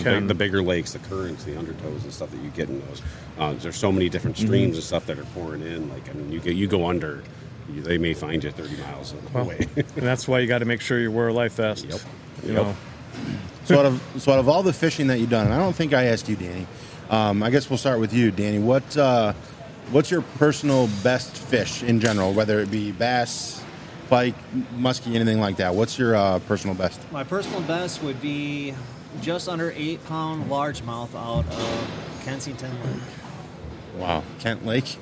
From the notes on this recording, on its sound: We are Live at the Ultimate Fishing Show in Novi, MI at the suburban collection showplace.